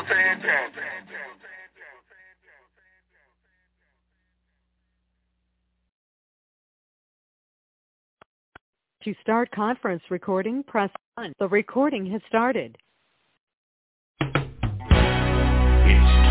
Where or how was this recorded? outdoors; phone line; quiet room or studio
phone line